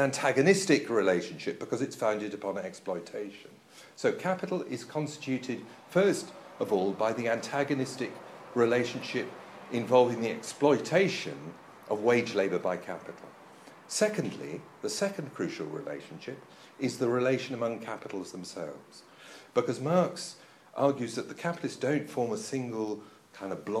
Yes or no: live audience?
yes